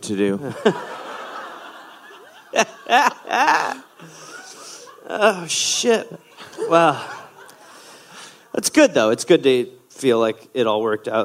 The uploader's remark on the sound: Live in NY